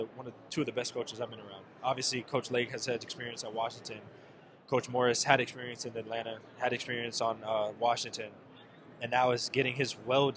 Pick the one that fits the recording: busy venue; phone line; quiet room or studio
busy venue